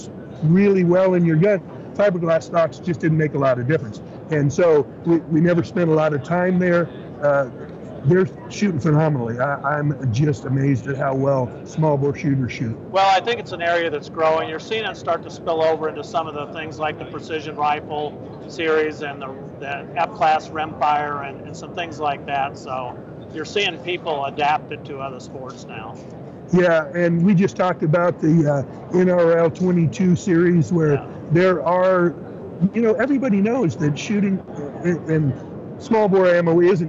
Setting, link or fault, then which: setting, busy venue